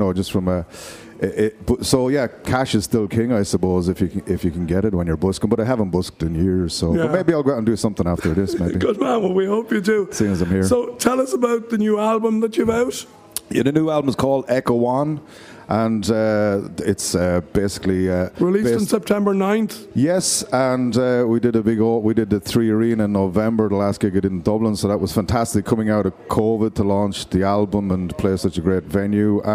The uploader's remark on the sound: a hugely enjoyable broadcast from the Three Store on Grafton Street